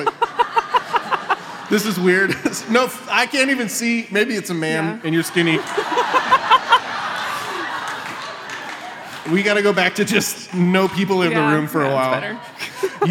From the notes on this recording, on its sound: Recorded live with 300 of their closest friends